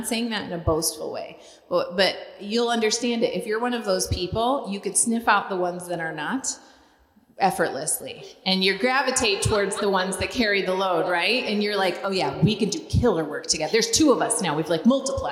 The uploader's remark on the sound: LIVE at the Living in Conference. The women's conference was a huge success.